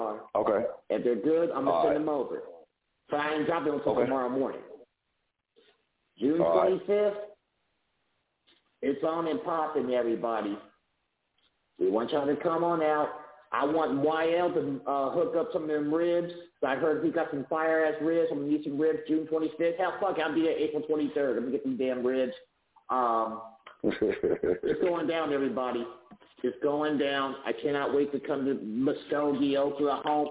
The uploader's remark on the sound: Guest Caller calling into the show tonight!!!!